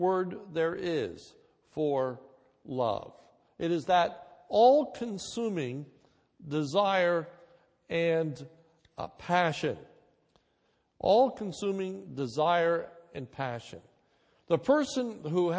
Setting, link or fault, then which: setting, large echoing room